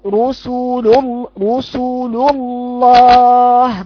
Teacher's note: يعني الآن تقرأي لام رقيقة في اللام الأولى ثم لامين مفخمتين اللام المشددة